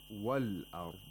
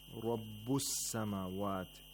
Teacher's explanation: On the contrary, in the word al-ard, or the phrase wal-ard, the lam sakina is pronounced because there is a moon letter after the lam sakina